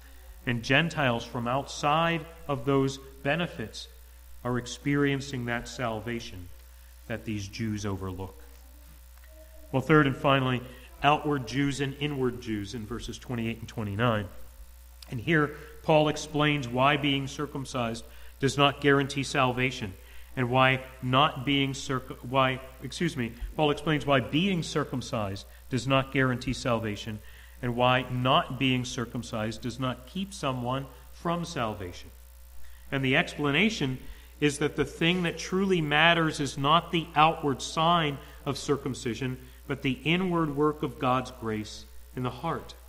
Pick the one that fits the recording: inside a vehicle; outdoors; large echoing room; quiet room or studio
large echoing room